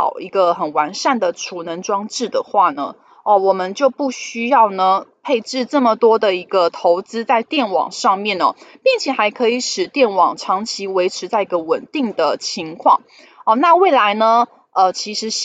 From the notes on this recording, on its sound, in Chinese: 本集有些許雜音，已亟力避免，如有察覺請多多包涵